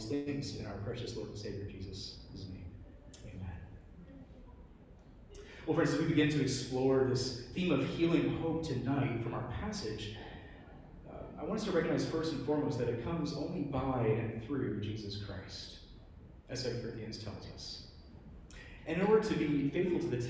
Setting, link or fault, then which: setting, large echoing room